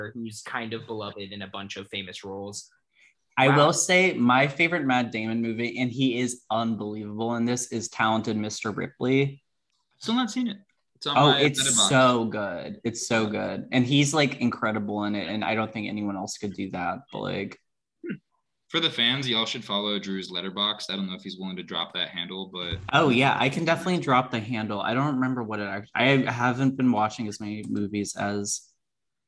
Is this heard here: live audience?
no